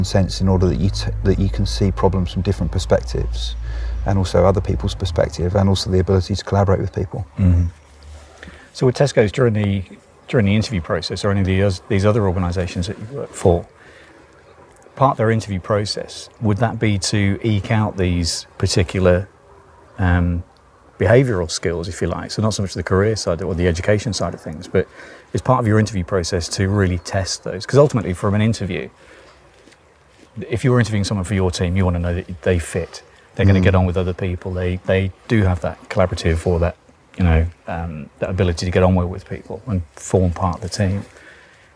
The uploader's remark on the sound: This was recorded in Autumn in my back garden, so you may hear birds and voices in the background.